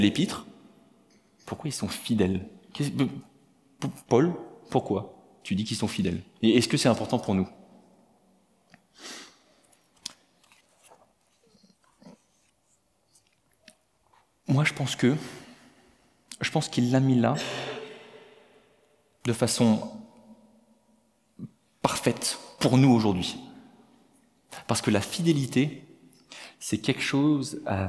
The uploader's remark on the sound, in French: Enregistré à l'église CVV, le 23/10/2022